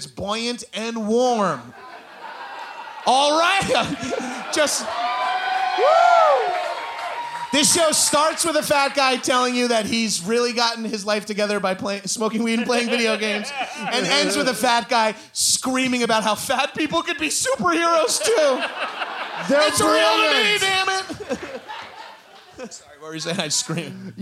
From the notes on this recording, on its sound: Live in Austin. A live edition of High & Mighty (recorded in the before time, don't worry).